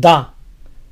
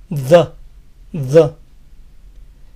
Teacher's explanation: Se pronuncia the, si este artículo precede a palabras que empiezan con consonante. No lo pronuncien con una A clara, no digan da, pues la A es algo débil · Shown in: second take